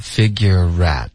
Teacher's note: figure 跟 at 我们要连读 figure rat 有一个 rat 的音连过去了然后 at 这个字呢我们弱读这个梅花 at 的音成一个 figure it OK 然后 at 的这个 t 我们省略所以这个字很可怜 at t 的音省了一半的音省了另一个音呢这个梅花 at 我们弱读为一个